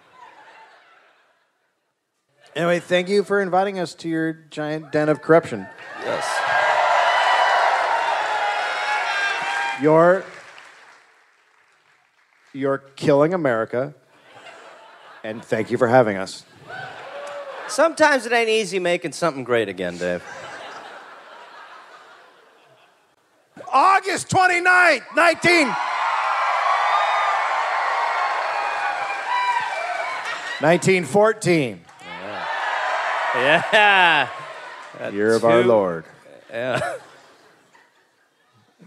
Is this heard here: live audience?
yes